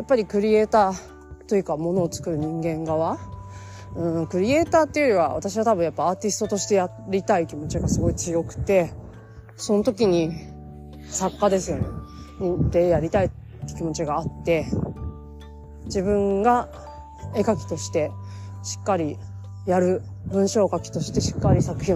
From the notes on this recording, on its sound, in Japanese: 歩きながら撮っているために聞きづらくて申し訳ないです。